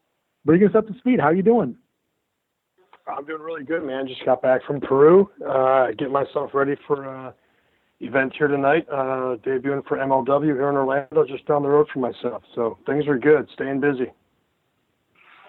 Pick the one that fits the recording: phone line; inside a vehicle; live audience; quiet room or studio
phone line